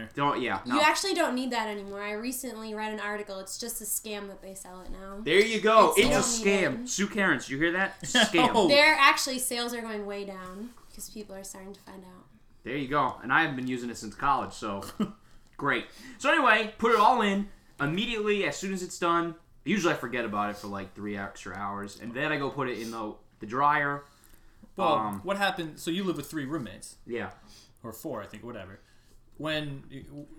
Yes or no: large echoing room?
no